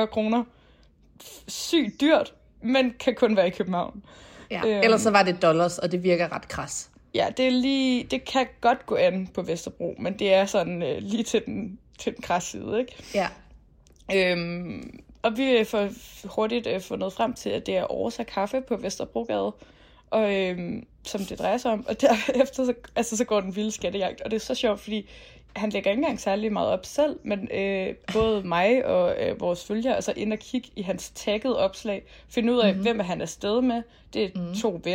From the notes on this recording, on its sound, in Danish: Så selvom vi begge var sneede mere eller mindre inde og ikke kunne mødes fysisk, har vi bikset en lille podcast sammen til jer optaget på memo-appen på vores telefon.